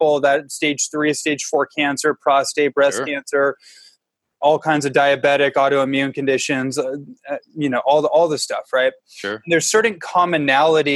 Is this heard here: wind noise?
no